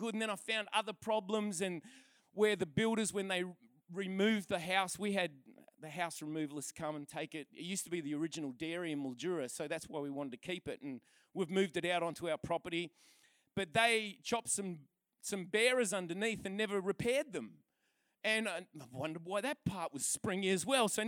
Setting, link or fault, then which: setting, large echoing room